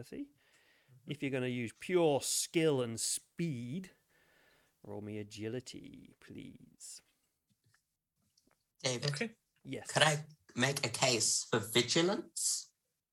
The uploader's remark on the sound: Sorry about the sound on this one, it was run as a Iive stream on my twitch and my mic seems to have been set on quiet.